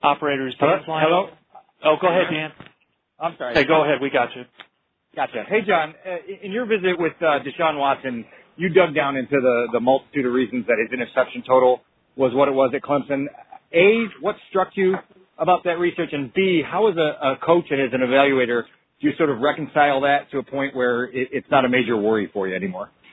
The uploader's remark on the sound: NFL Draft Conference Call